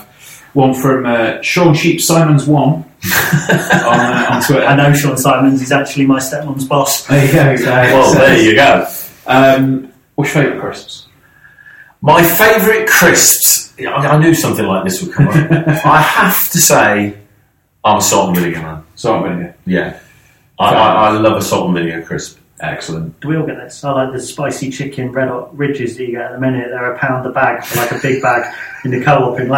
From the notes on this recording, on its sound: Apologies for the drop in audio quality - we had a bit of a problem with the recording setup, so this is actually from the backup recording we had on the day.